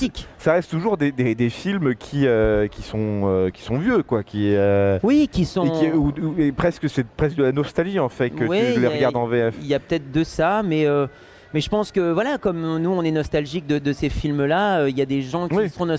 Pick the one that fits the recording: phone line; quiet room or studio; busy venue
busy venue